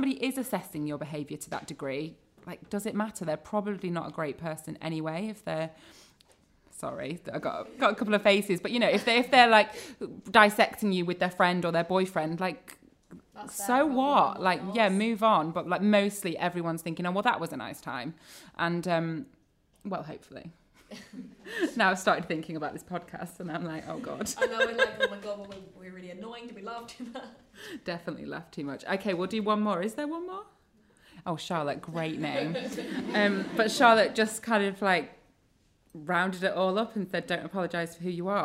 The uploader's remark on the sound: Live Recording. Was recorded in front of a live audience at The Hoxton, Holborn.